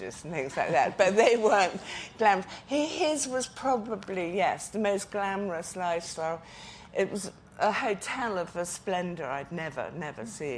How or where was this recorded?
live audience